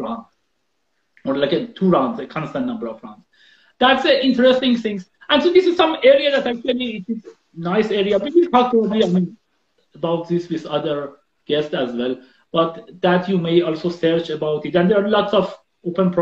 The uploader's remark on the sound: This is an Instagram Live